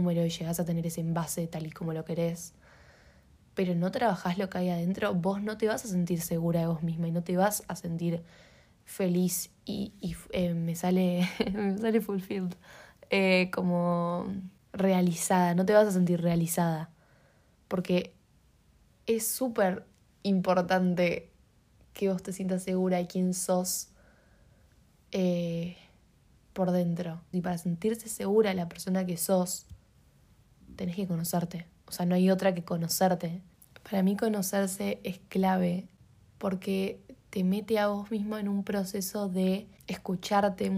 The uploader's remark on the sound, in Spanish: una nota de vozz